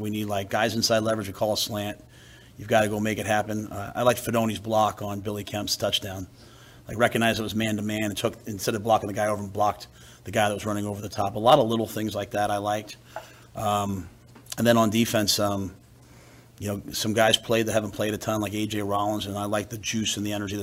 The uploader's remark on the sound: Monday press conference.